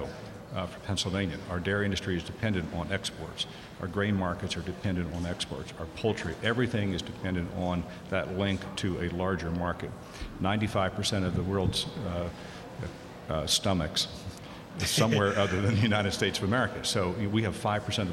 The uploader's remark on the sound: Live from State Farm Show. Wednesday's Smart Talk is being broadcast live from the Pennsylvania Farm Show.